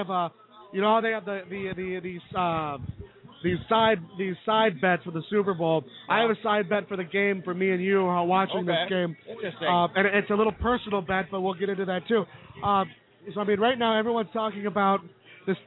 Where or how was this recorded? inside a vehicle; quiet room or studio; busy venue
busy venue